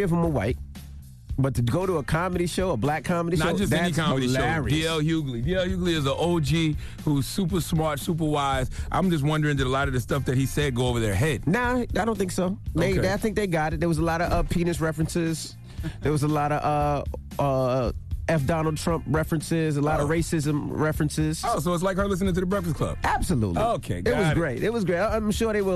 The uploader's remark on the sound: we opened up the phone lines